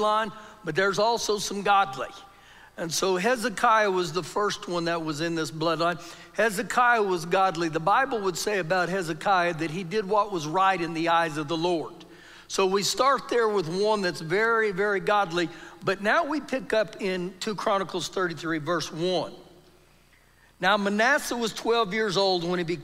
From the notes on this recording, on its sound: Recorded live during our Sunday morning service